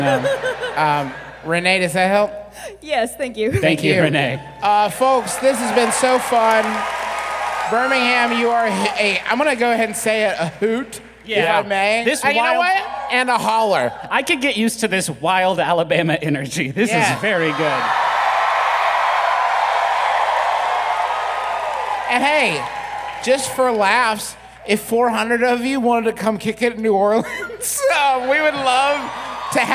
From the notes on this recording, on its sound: Here’s our live show, presented before a profoundly rowdy Birmingham audience.